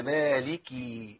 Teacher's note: الكسر يبان بس من غير ما اعمل تكلف، لان ممكن اجيب ياء زائده